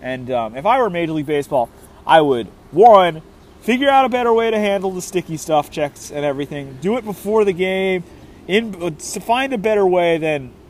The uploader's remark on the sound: live from Pike and Rose in Rockville, MD